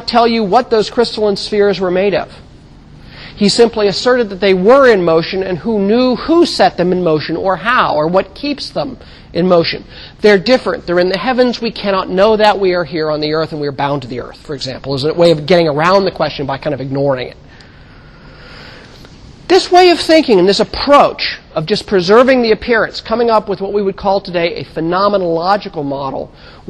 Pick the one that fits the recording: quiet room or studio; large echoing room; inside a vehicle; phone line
large echoing room